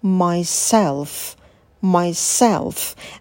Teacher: На звуке «м» посидите подольше, потом дифтонг «I». Myself. Когда произносите звук «с», то язык у вас стремится наверх.